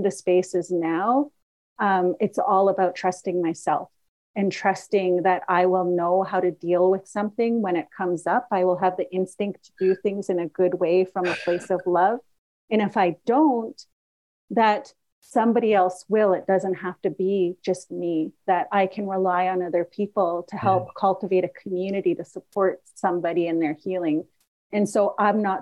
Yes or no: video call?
yes